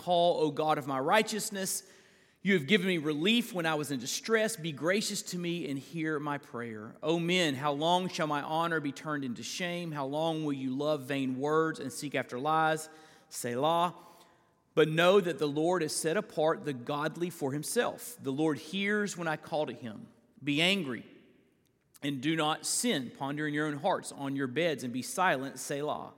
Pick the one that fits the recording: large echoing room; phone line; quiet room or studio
large echoing room